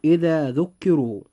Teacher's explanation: كلمة ذكروا بها حرف الراء وقد جاء مضموما، فيجب في هذه الحالة أن يفخم عند النطق فننطقه هكذا: إذا ذكروا. · Term: التفخيم